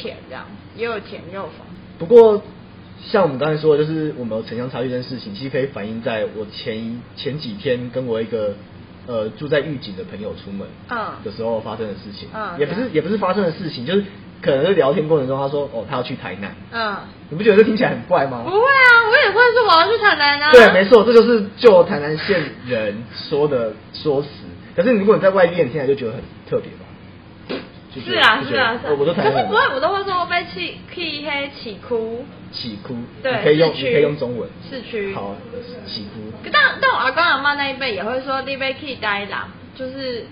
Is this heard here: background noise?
yes